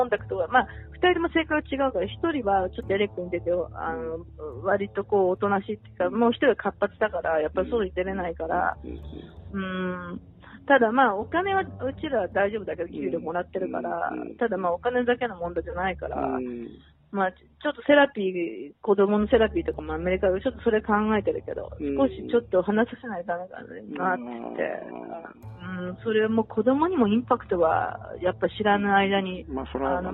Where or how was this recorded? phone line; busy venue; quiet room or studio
phone line